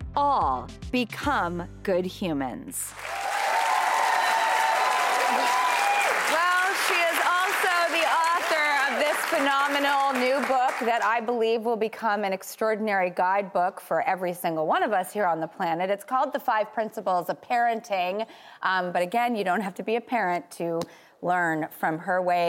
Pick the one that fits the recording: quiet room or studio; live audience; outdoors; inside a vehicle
live audience